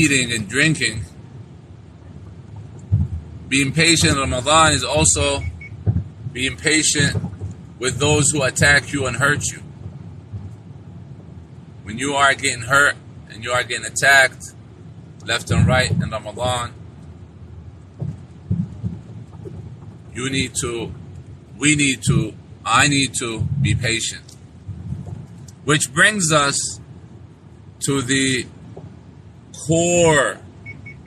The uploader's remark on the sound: This was a live streaming that was made while driving